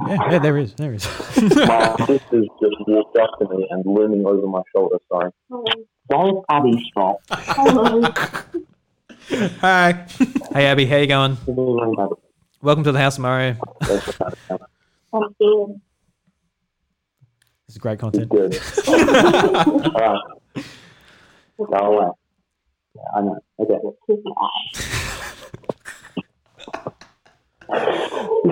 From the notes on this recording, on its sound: friends who called into the podcast